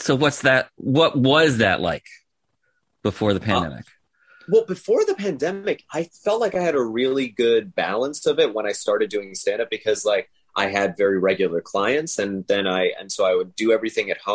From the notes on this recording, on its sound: Sat down with me over Zoom.